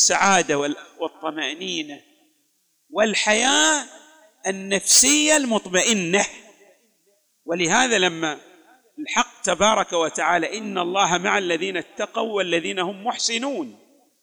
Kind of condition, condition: setting, large echoing room